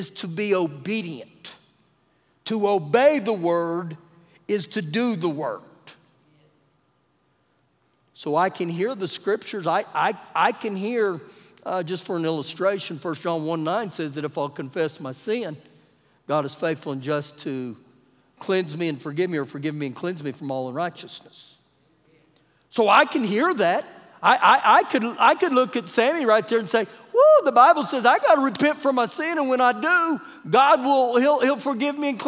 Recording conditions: live audience